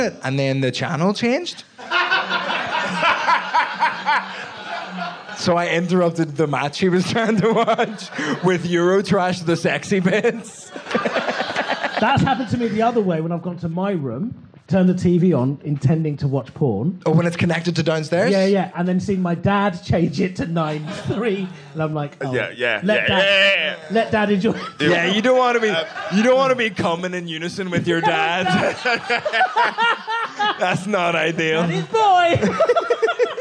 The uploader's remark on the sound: Live in Leicester. This episode was recorded LIVE at the Leicester Comedy Festival. Some truly shameful audience members.